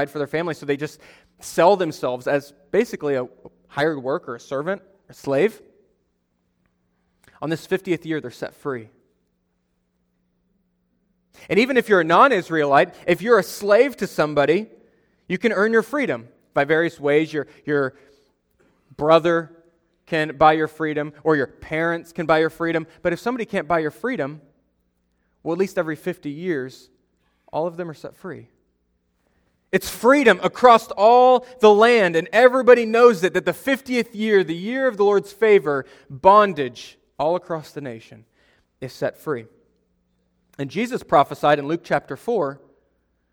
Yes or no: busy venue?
no